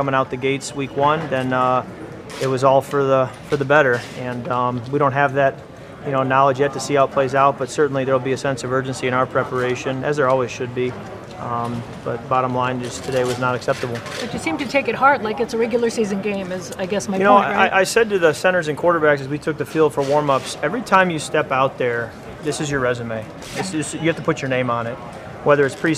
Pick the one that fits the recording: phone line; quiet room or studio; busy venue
busy venue